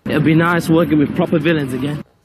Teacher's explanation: None of those vowels really hit their targets.